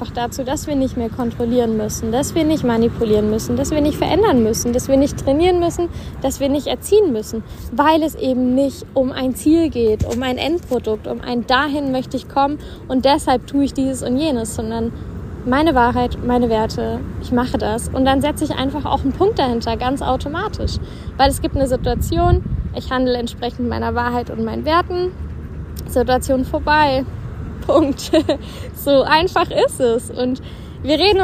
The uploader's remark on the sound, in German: Kurzschnack live aus unserem Päuschen in der Sonne.